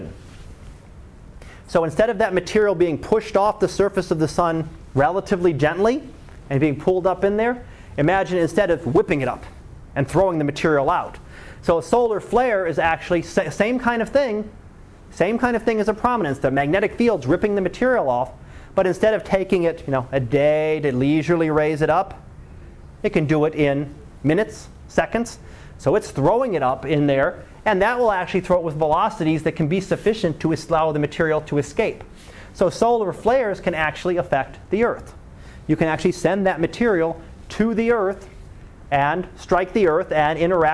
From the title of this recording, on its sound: Live Class Lecture